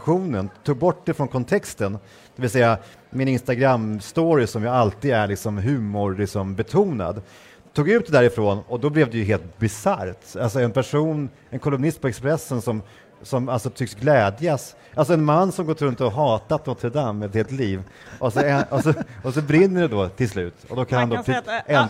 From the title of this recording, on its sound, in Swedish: Live från Almedalen